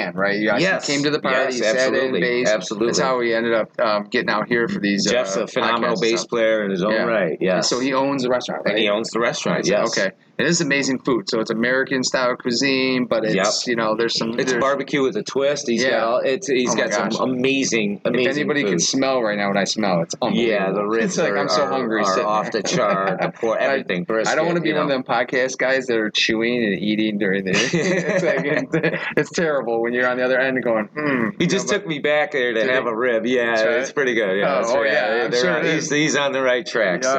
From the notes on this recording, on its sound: We had a chance to record him playing a song for us at the podcast recording. Podcast was recorded at This Little Pig restaurant.